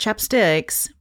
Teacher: I'm putting the emphasis on the second syllable